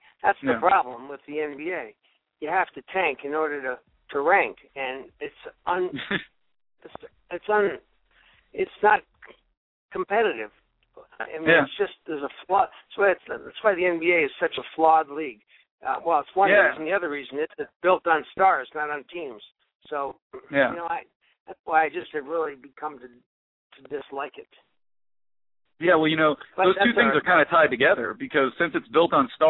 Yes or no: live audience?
no